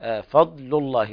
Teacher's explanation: انتبه، مبين الحرف الساكن لا يقلقل مثل النون والميم وما شاكلها. فضل الله لا تقلقل الضاد